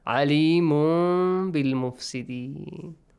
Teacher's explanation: You change the sound of tanween into a hidden meme sound. · Term: iqlab